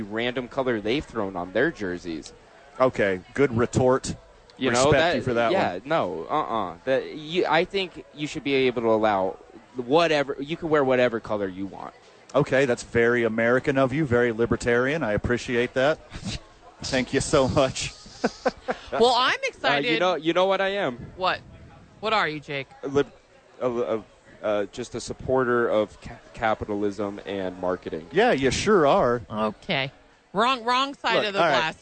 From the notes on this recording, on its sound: live from Top Golf for the YMCA Charity event